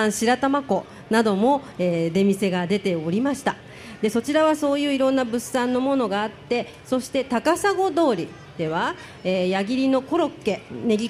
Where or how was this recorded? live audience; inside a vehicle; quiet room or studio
live audience